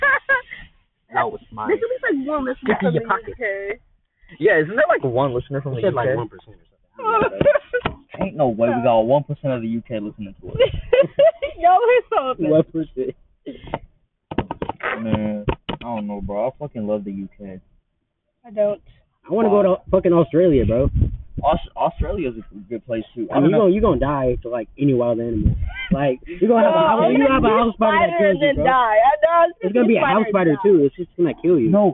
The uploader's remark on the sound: this audio is bad